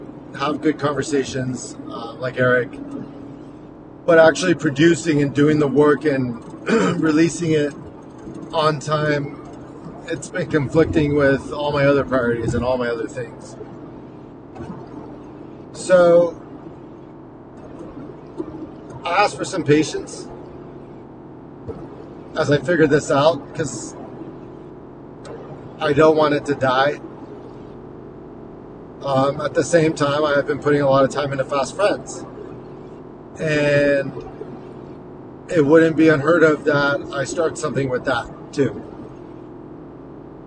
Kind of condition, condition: setting, inside a vehicle